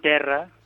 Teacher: No diem terra, fem una E, oberta